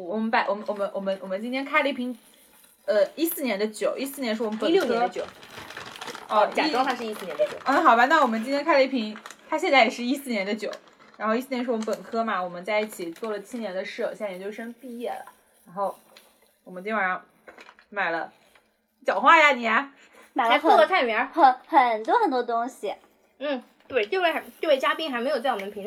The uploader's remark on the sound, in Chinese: 这期节目的主要素材来自去年6月，那时临近毕业，我用「语音备忘录」随手记录下了这些声音碎片。我一一整理毕业前夕这些珍贵的声音记录。